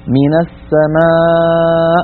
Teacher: لاحظوا كيف خرجت الميم مرققة فتبعتها الألف كذلك